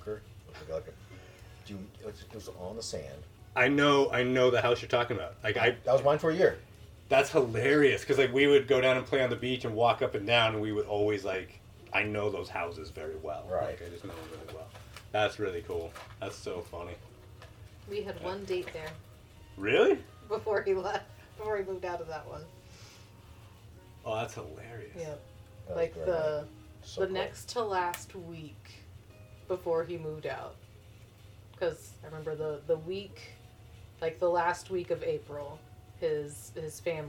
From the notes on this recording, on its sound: With this episode, we try adding a third...person in the studio with our very first guest interview. This is our first time trying to record three people with just our two wireless DJI mics.